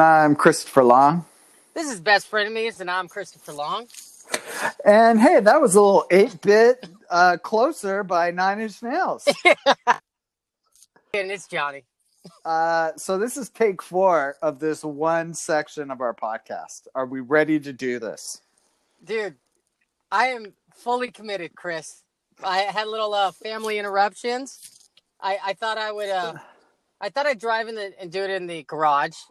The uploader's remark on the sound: This time their audio is better because they’re using headsets. Had a great idea to record in his car. They had to re-record the first segment four times because people kept interrupting him while recording.